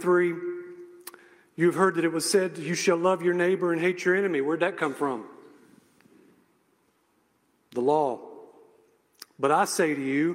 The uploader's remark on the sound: message I gave at a local church